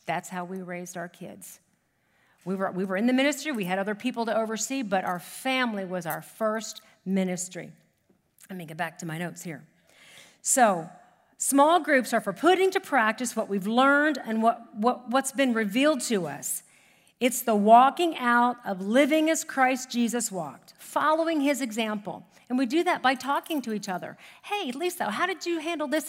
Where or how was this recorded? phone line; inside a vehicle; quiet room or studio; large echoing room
large echoing room